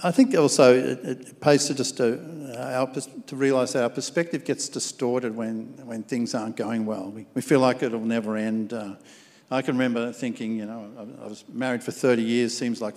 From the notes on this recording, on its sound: Recorded at our live gathering on the 21st of February 2021.